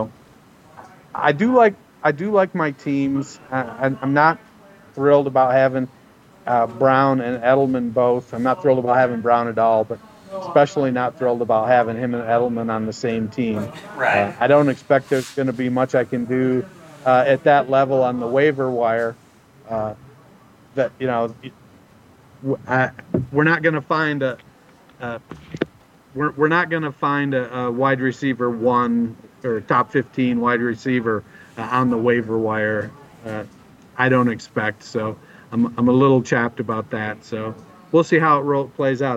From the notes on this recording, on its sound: live on location at the Psalms resort for the FFWC in Vegas